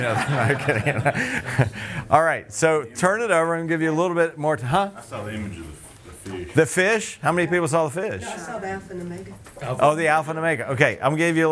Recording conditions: busy venue